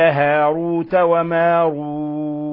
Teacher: ولاحظوا كيف فخمنا الراء في هاروت وماروت، لأن الراء مضمومة، الراء إذا ضمت أو فتحت أو سكنت ولم يسبقها يعني كسر ولا يسبقها ياء موقوف عليها فإنها تفخم.